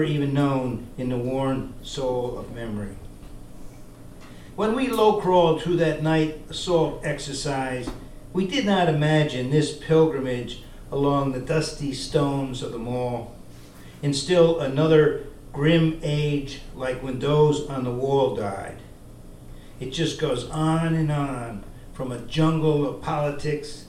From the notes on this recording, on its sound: at the Brass Tacks poetry and spoken word open mic on December 4, 2018, at The Low Beat in Albany, NY